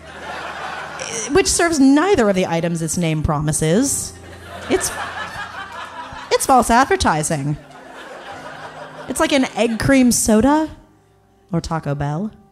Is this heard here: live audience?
yes